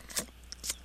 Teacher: tisk, tisk and tut, tut are both versions of the sound that you make on your teeth to express disapproval